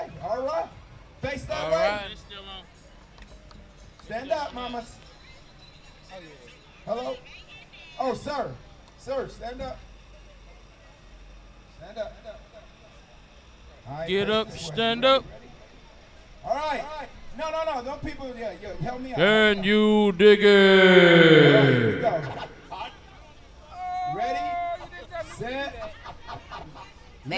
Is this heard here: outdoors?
yes